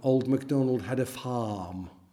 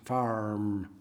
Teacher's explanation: the English people don't pronounce R's · Shown in: first take